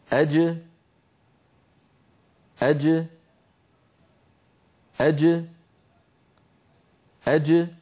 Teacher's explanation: هكذا نلاحظ بأن الصوت ينحبس خلف اللسان ثم ينطلق عندما يبتعد وسط اللسان عن غار الحنك الأعلى، فتخرج الجيم المقلقلة بتباعد طرفي عضو النطق وهما هنا وسط اللسان مع ما يحازيه من الحنك الأعلى، ثم يتابع الصوت طريقه إلى الخارج وتبقى الجيم شديدة مجهورة، أي محبوسة الصوت محبوسة النفس · Term: جيم مقلقلة